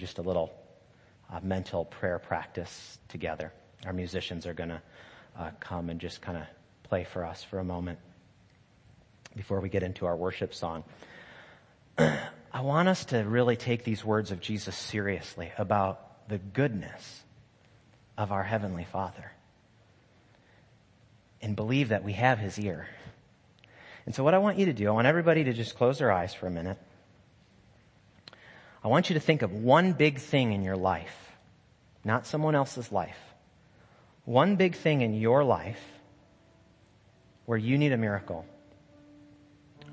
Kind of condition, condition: setting, large echoing room